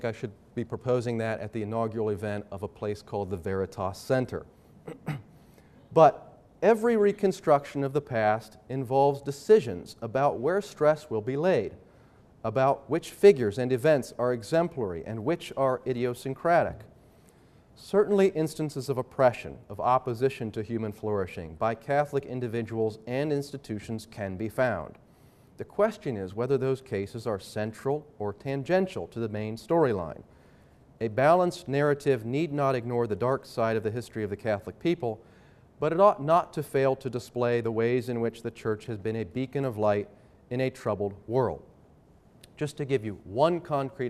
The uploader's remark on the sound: Talk was part of the Truth, Conscience, and Religious Freedom Conference, sponsored by the Veritas Center for Ethics in Public Life at Franciscan University of Steubenville.